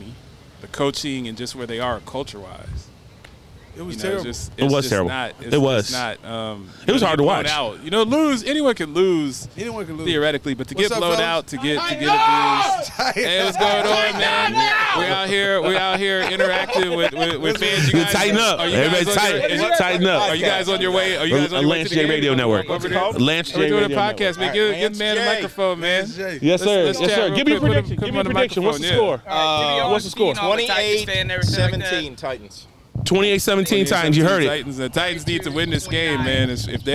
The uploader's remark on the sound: LIVE from Horizon Field in Nashville, TN